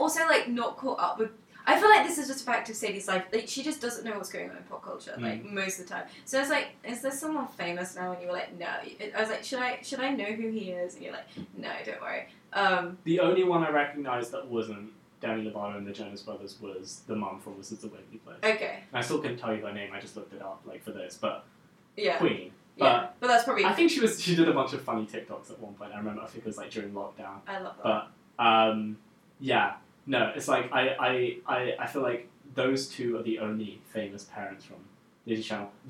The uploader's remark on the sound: We apologise for the audio quality in this episode. Unfortunately there was some technical issues in the studio we didn't find out about until afterwards.